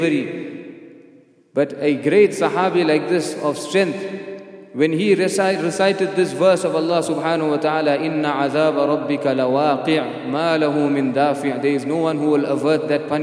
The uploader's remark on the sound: at the Houghton Masjid (West Street)